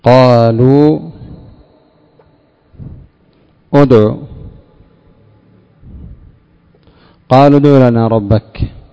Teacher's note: قالوا واو بعدها دال ساكنة، الألف بعد الواو في قالوا تكتب ولا تنطق، والهمزة قبل الدال أدع همزة وصل تسقط في درج الكلام، فبقي ساكنا.